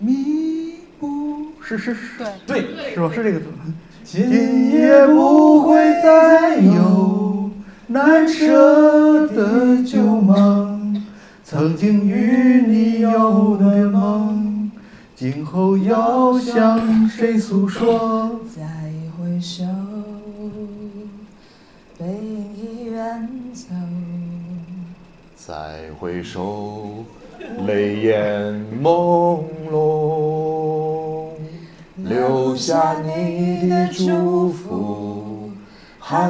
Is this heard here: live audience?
yes